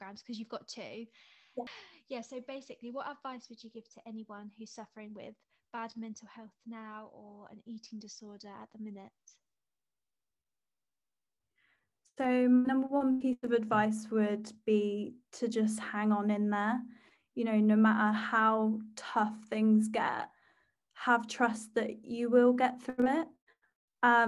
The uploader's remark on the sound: chilled FaceTime vibes episode